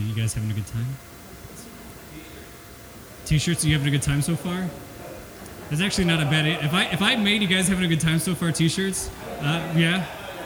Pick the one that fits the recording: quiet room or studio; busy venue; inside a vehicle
busy venue